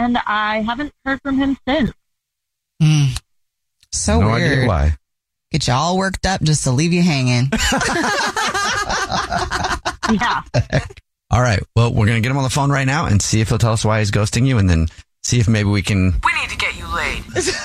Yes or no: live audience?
no